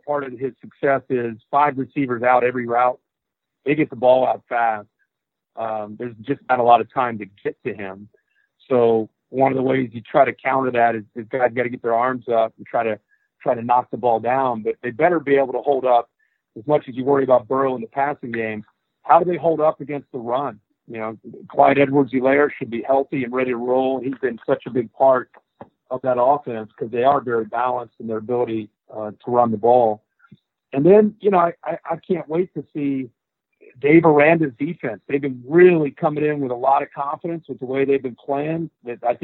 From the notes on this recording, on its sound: This episode is the National Championship teleconference. Which ESPN kindly allowed High Motor to share in its entirety.